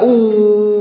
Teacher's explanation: الواو المدية تخرج من تجويف الحلق والفم مع ارتفاع في أقصى اللسان قليلا و تظلم الشفتان إلى الأمام وتبقى منهما فرجة بينهما فرجة يمر منها الصوت.